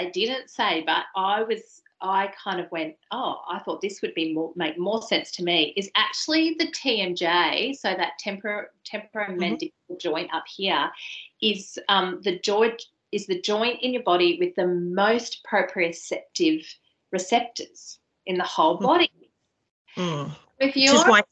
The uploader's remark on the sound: during the live webinar that was recorded on 7th September 2022